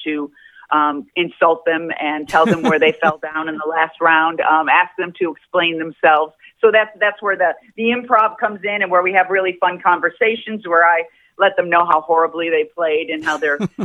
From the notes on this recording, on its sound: called